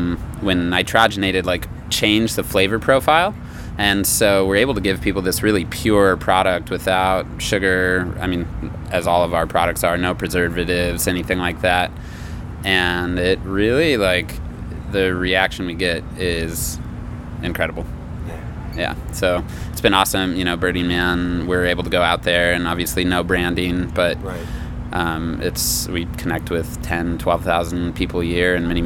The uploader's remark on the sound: during Planet Home, a 3-day solutionary conference that took place in San Francisco